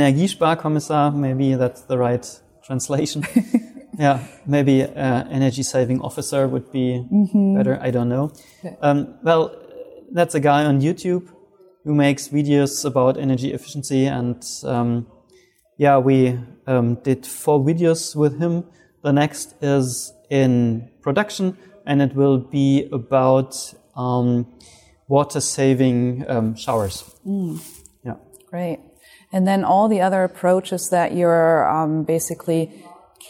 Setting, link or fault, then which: setting, busy venue